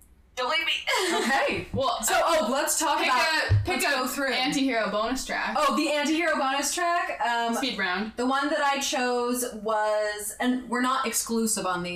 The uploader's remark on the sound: Note our recording setup was different than usual, so the episode will sound more echo-y and loud than we would like. Especially watch out for our first three or four draft picks, because we get especially loud then.